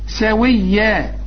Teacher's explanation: كل الحروف مرققة والفتحتين بيدوك ألف كاملة إذا وقفت